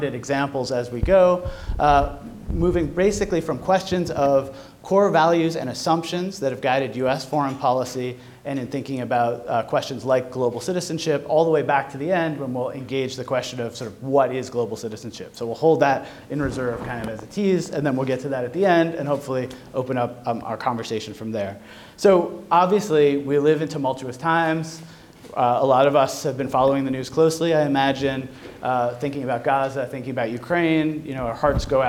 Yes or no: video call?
no